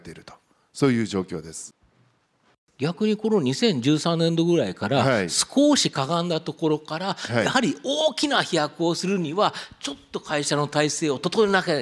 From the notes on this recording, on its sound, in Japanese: 東京・三田の建築会館ホールで行われた「ラジオNIKKEI 相場の福の神 注目企業ＩＲセミナー」。